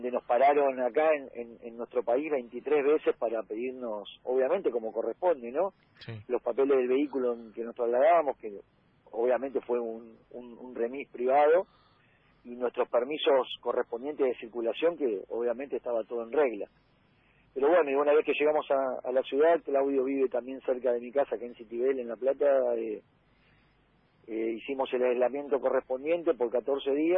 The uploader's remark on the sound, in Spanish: En el móvil a distancia